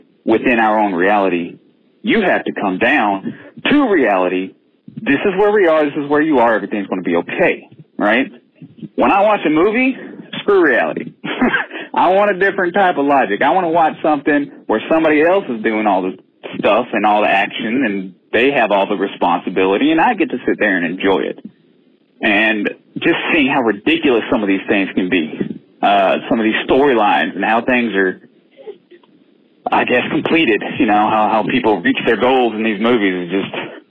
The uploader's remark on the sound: In this call-in show